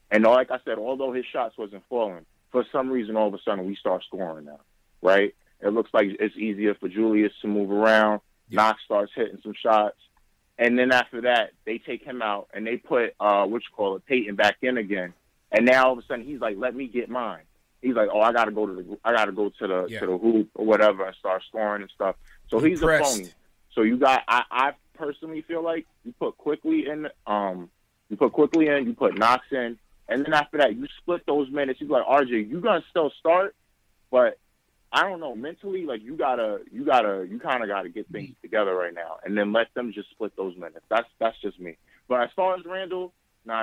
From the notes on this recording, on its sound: take live phone calls from fans around the world